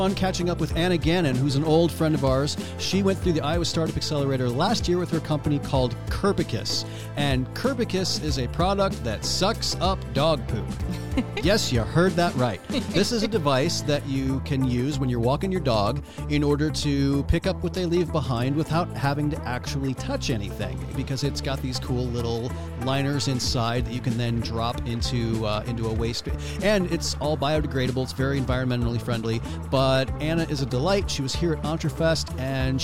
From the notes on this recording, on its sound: come to you live from EntreFEST in Iowa City